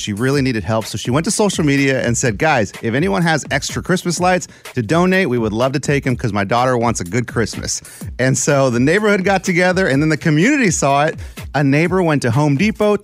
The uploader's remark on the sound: calls into the show